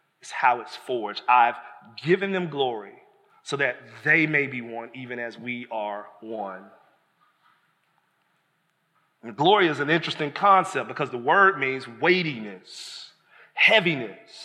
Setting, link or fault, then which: setting, large echoing room